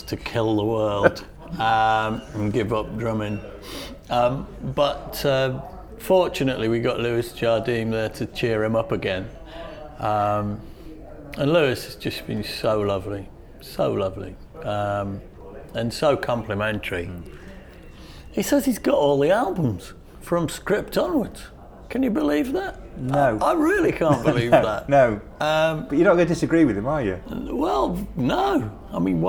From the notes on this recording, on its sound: Of course when you take your recording studio and plonk it in a crowded restaurant you do place yourself at the mercy of fate, and in this case it was a couple of old friends enjoying an early afternoon tea. By the sounds of their conversation we didn't disrupt them from having a lovely time.